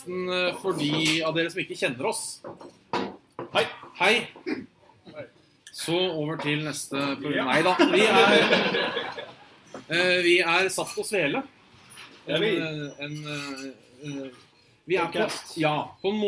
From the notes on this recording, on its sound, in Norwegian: Live med Level Up fra Tilt. Vi gjeste jubileet til Level up og og tok lige så godt og kuppet showet dems og kjøre en live Saft og Svele. Litt laber lyd.